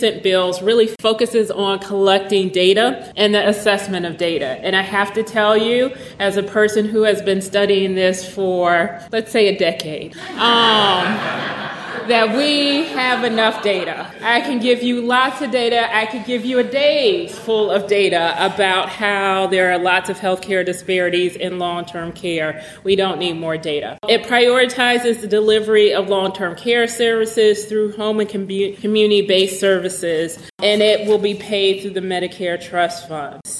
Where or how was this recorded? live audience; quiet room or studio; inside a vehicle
live audience